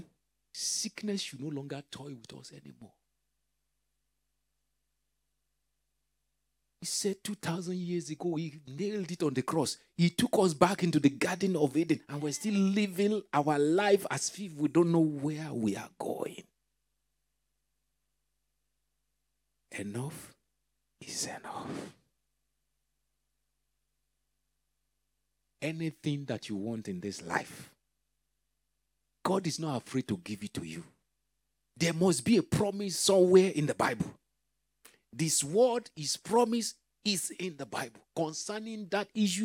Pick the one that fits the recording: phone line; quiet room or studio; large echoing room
large echoing room